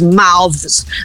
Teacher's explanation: Aí ele passa a ser vozeado, o TH, ele vai passar a vibrar as cordas vocais